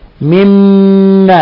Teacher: أنفقوا مما، لاحظوا إطباق الشفتين، مما بنكز على الشفتين بالغ في ذلك كي تظهر غنة من الخشوم. هذه الغنة لو ضغطتها هنا تنقطع، نقول من، لاحظوا من، انقطعت الغنة، انقطع النفس، انقطع الصوت.